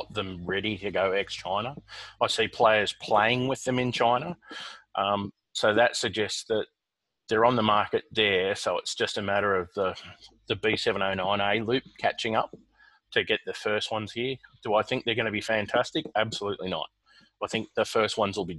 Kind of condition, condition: link, video call